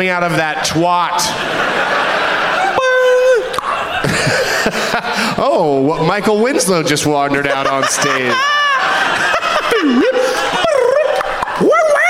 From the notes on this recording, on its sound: Live from The Woman's Club of Minneapolis